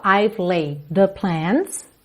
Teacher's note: laid com the, você junta num D só